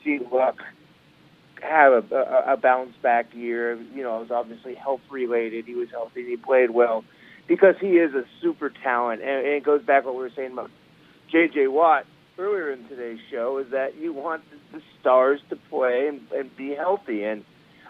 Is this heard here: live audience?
no